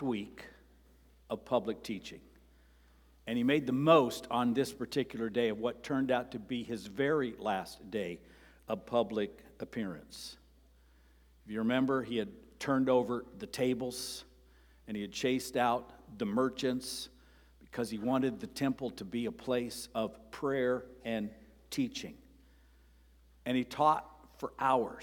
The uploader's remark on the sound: Sermon preached on Sunday, May 7, at Avondale Baptist Church.